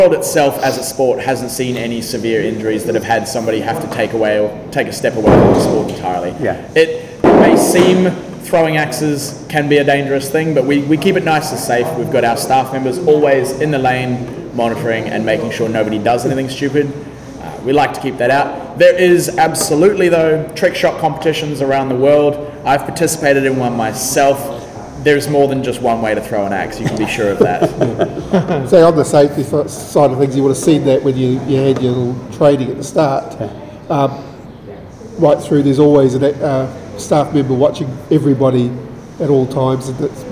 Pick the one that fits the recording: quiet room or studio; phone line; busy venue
busy venue